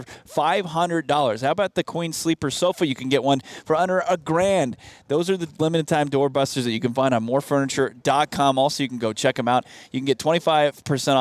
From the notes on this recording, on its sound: LIVE from the NFL Scouting Combine